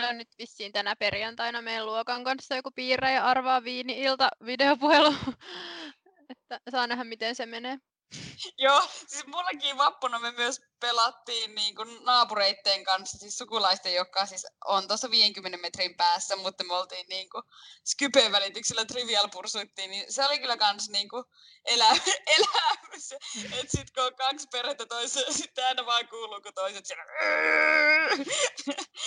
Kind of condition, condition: link, video call